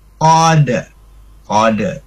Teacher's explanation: Jadi qaf ya. Qaf itu di pangkal lidah. Tidak boleh ka, kalau ka itu keluar sedikit.